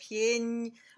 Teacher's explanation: we're finishing out that pieñ with a softer N, with a palatal N. Genau. And then adding another J glide on top of it.